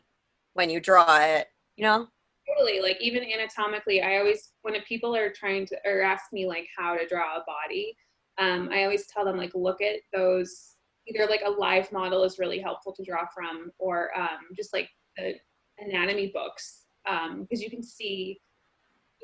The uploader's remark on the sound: this podcast was brought to you from the safety of their own respective homes - thank you ZOOM